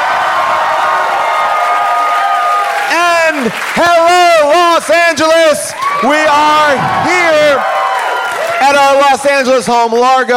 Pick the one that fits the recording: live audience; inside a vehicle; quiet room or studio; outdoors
live audience